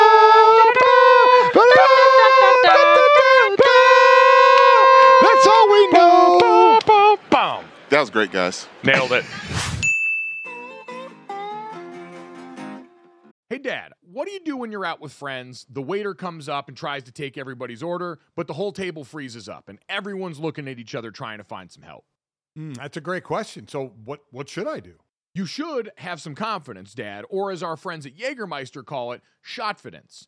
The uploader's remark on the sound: Radio Row Antics. Live at Radio Row!